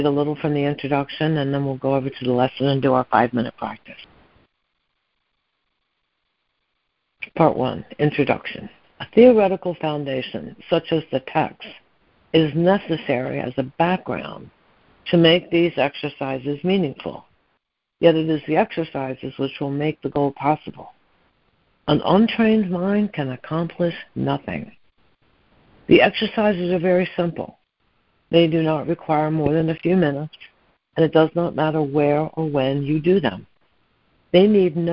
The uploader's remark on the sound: ACIM Daily Conference Call.